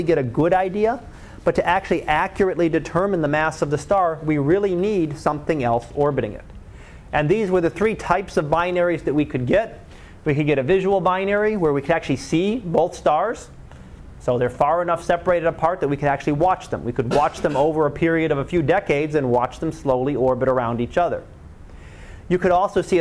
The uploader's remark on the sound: Live Class Lecture